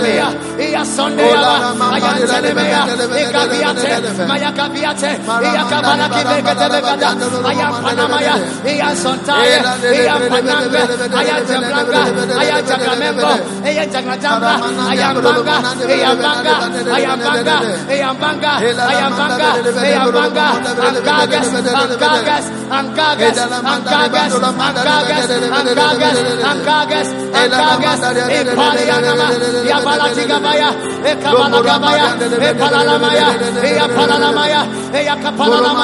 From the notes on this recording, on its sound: Preached at the Prophetic Encounter Service.